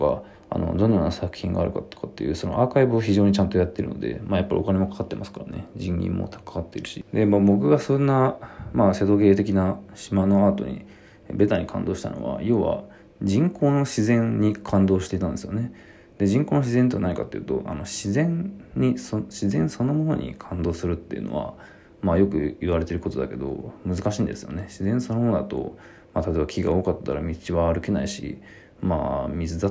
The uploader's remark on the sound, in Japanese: ボイスメモです。